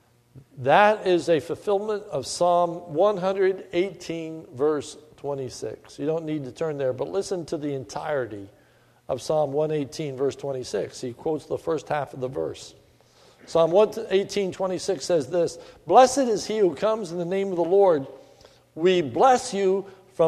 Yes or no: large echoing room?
yes